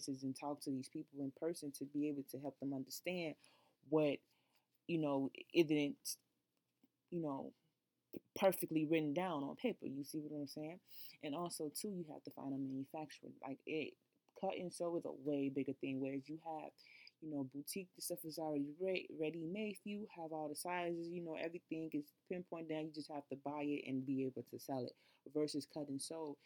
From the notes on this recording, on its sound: Sorry, the audio is pretty low!